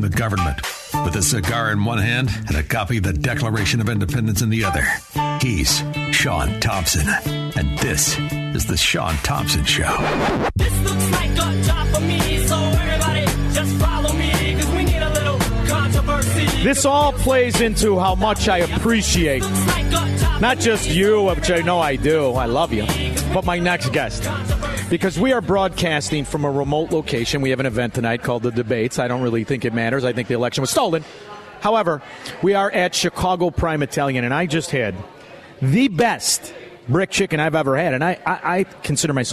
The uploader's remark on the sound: LIVE from Chicago Prime Italian in Schaumburg!